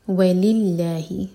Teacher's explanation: یہاں پر لام جلالہ لائٹ ہے، لی کیونکہ یہاں پر کسرہ ہے